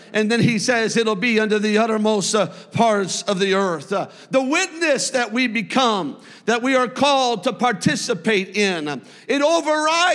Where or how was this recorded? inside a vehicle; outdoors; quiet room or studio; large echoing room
large echoing room